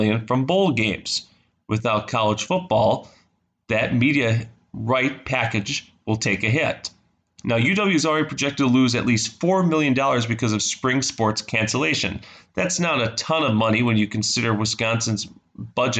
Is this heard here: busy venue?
no